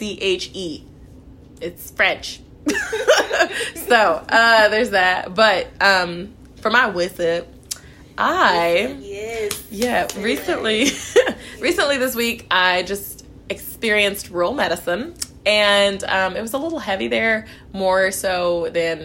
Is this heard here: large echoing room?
no